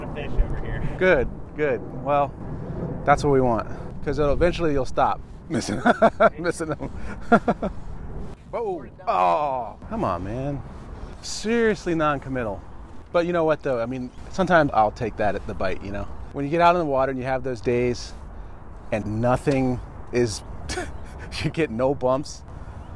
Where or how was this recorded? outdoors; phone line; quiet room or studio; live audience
outdoors